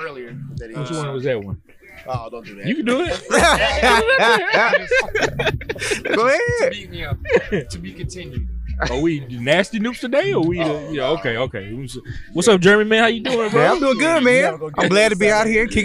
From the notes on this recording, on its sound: On this episode we recorded the podcast at the Texas State University Homecoming tailgate.